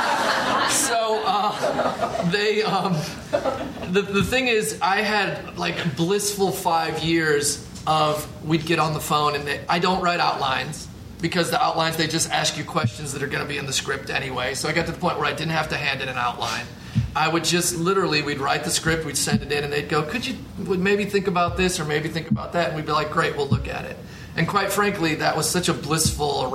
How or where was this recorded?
busy venue